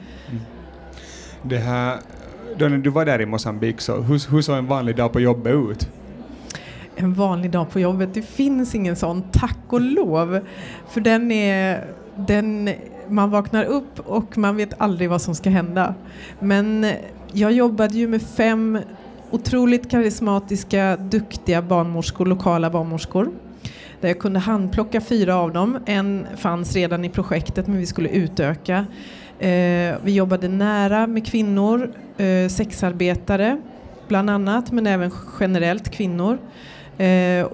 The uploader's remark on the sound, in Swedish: I det här poddavsnittet, som är bandat live på bokmässan i Göteborg.